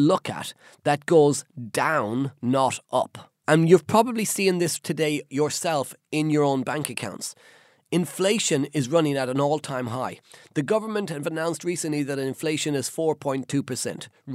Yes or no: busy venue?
no